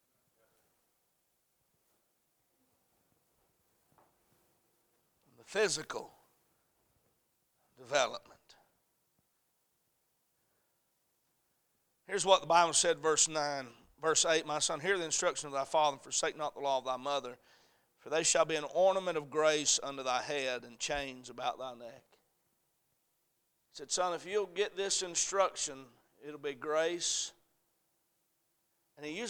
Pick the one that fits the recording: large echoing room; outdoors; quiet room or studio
large echoing room